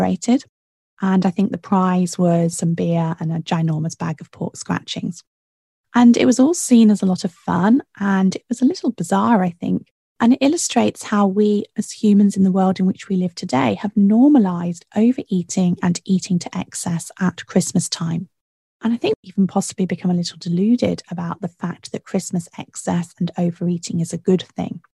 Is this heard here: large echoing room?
no